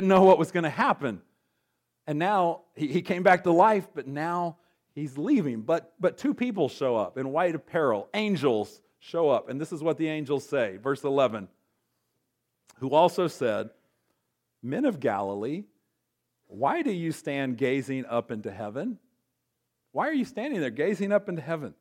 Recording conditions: large echoing room